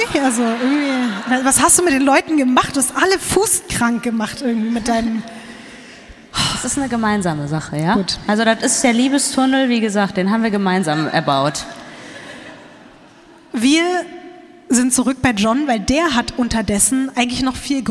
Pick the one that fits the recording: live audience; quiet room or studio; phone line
live audience